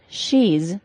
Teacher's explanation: So if I have the word she, which ends in a long E sound, and I make a contraction of the words she is and create she's, the final S is pronounced as a Z